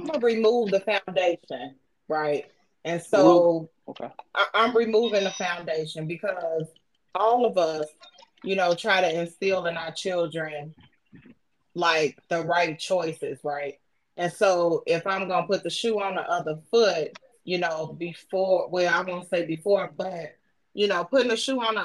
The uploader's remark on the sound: We have a normal phone conversation.